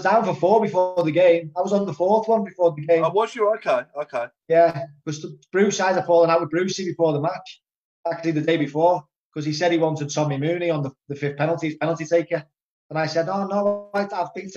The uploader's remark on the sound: episode recorded on Zoom